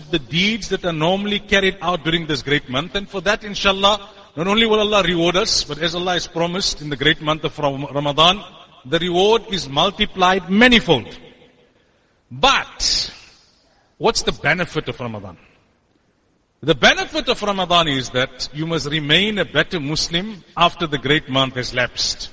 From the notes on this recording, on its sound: Jumuah lecture at Masjidus Siddique.